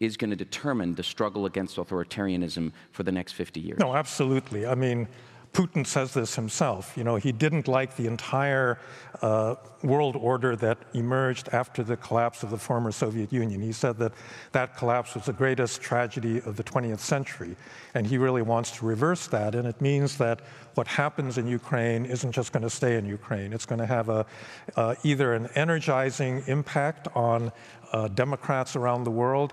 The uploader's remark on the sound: recorded at the 2023 Oslo Freedom Forum